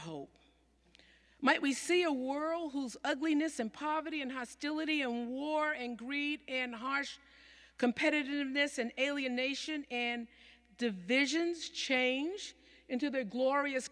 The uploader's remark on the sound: Sermons from Old South Church in Boston